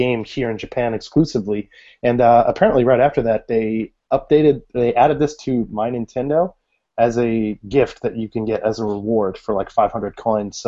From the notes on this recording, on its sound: Recorded LIVE via Google Hang Outs on Air